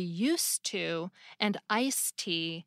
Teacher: it's difficult to hear the separation between the D and T